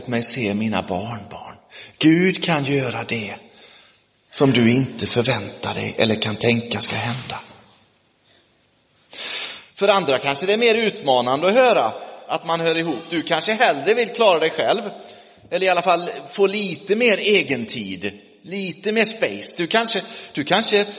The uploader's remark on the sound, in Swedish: Inspelad i Roseniuskyrkan den 22 oktober 2023